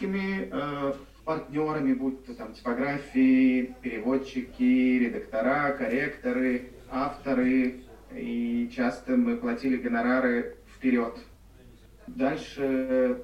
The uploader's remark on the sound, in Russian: Специальный выпуск подкаста, записанный в Библиотеке Комиксов в Петербурге в Ночь Музеев.